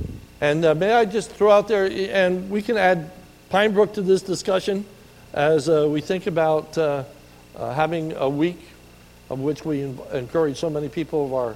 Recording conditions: large echoing room